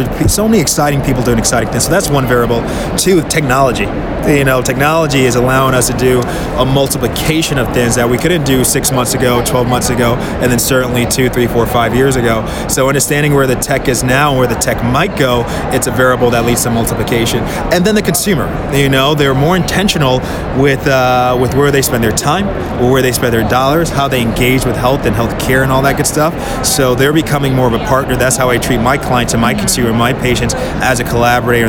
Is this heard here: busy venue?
yes